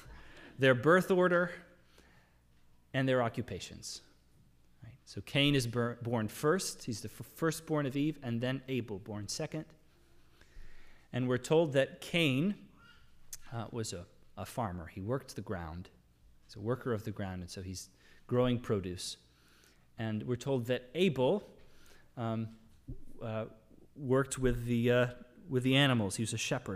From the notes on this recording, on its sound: Sermon audio from the LBC worship service